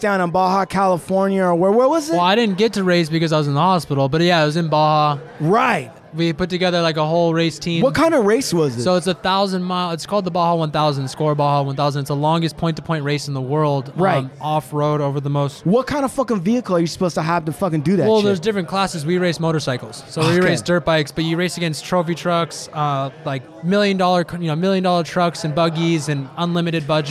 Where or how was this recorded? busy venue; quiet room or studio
busy venue